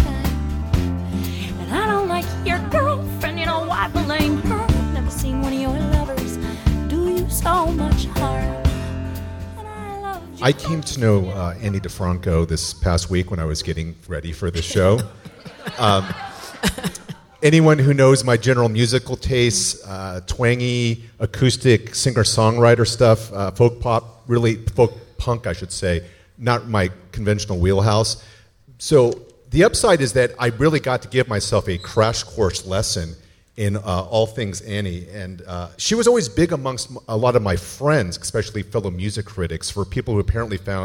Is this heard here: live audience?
yes